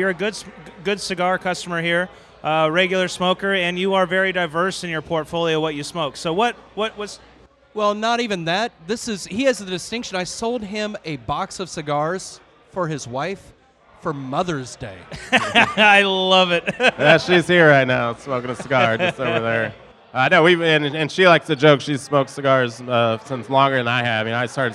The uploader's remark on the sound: We recorded during our event with Crowned Heads Cigars.